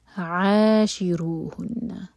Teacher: عین حلق سے رو ہیوی